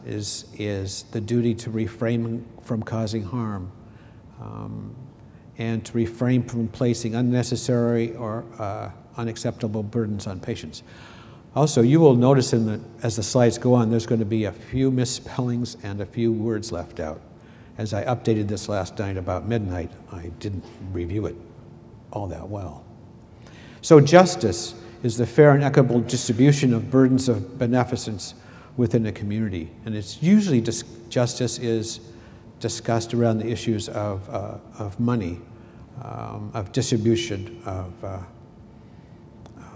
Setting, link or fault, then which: setting, large echoing room